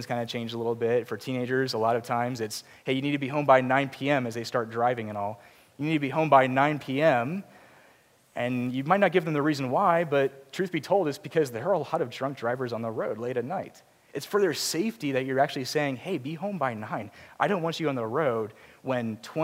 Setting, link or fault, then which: setting, large echoing room